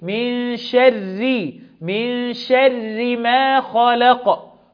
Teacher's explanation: النون فيها إخفاء، إخفاء حقيقي عند حرف الشين، والشين مرققة والره مرققة في حالة الوصل وفي حالة الوقف عليها نفخم الره، وطبعا ده وقف تعليمي أو اضطرار.